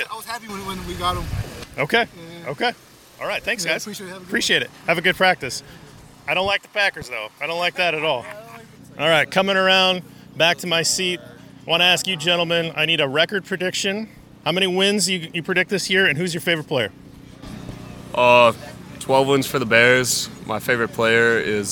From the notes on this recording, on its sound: Brought in a microphone to Chicago Bears training camp to record interaction with fans. Before security cut him off from recording more. From the back row of the bleachers from Tuesday's practice.